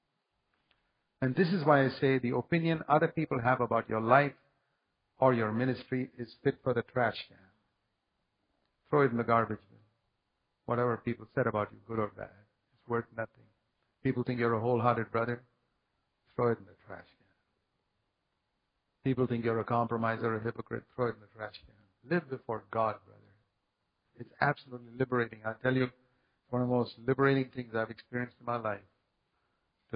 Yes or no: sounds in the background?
no